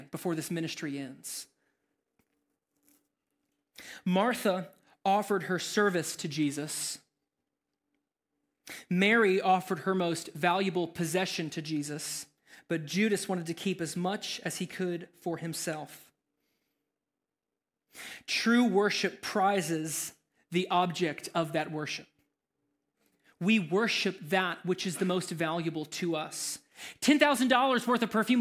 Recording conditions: large echoing room